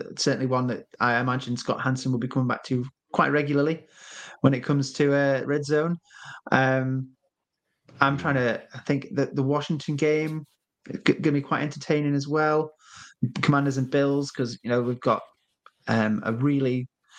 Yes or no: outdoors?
no